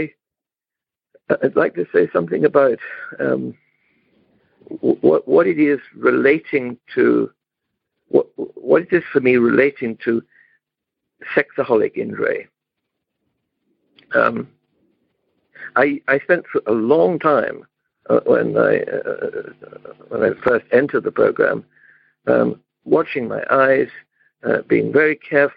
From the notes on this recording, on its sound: In Romania - Monday Noon Phone Speaker Series.